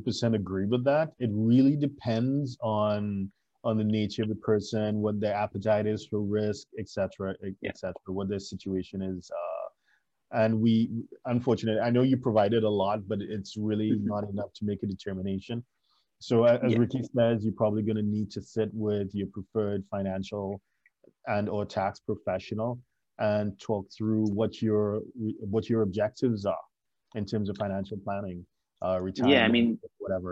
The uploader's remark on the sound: For those joining us on Zoom.